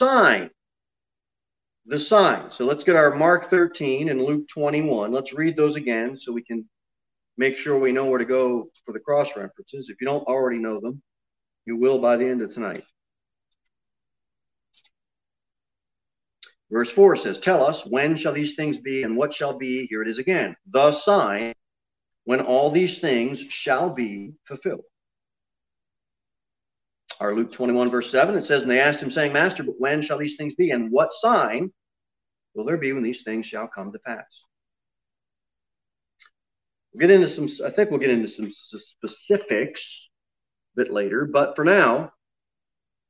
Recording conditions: large echoing room